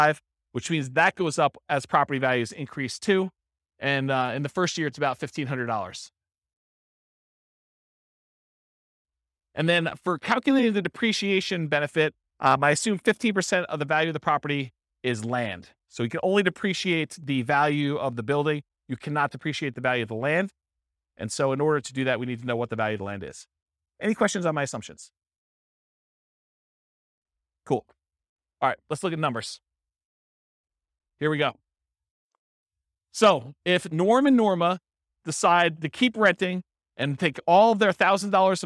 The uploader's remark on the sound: This was a live class recorded